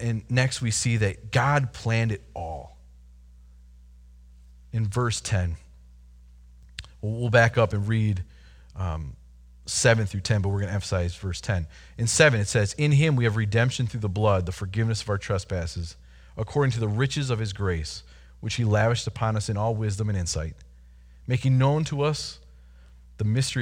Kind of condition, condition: setting, large echoing room